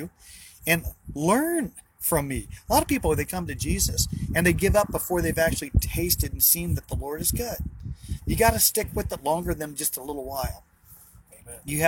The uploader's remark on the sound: BROWN BAG IN THE VAN!